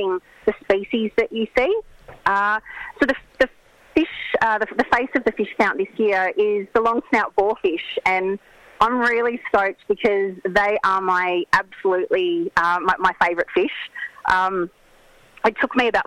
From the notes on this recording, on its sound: Joins the show over the phone from Sorrento Back Beach.